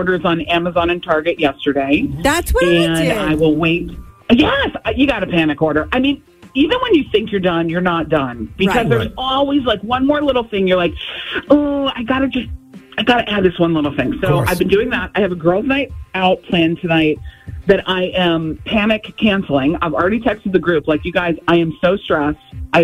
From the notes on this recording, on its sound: She called